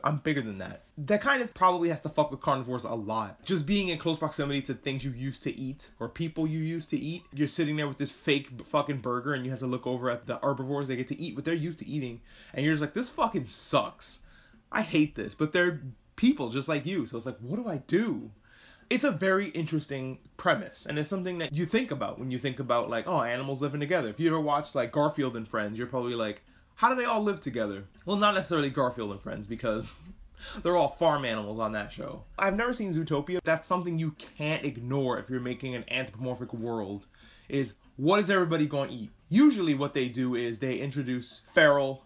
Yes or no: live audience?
no